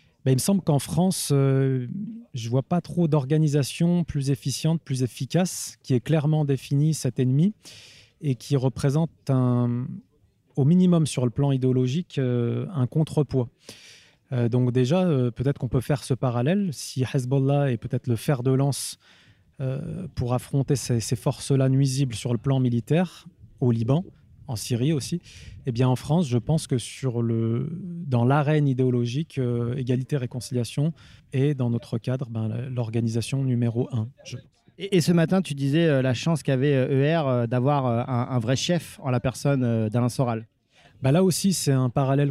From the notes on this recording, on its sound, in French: Les équipes d'ERFM sont en Bourgogne pour le "Festival de la Réconciliation d'E&R". La parole est donnée aux organisateurs, conférenciers et festivaliers à travers un "micro-pelouse" riche et plein de vie.